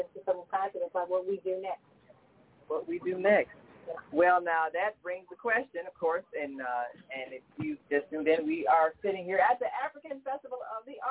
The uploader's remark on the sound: Today we join an international array of authors at the African Festival of the Arts in Chicago.